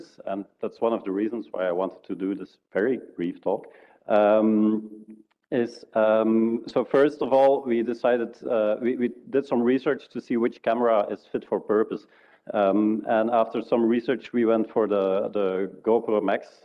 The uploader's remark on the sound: Lighting talks registered during the State of the Map conference.